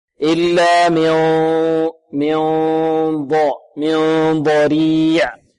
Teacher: والراء هنا مرققة لأنها مكسورة. ضريع العين عندما نسكن ونقف عليها نعطيها قدرها من التوسط.